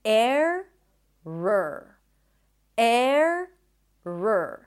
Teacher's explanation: We start with an E sound and then an R, air. Then the O sound is actually a schwa sound. It's not error, there is no O, it's error. · So basically, you have an R, schwa, R.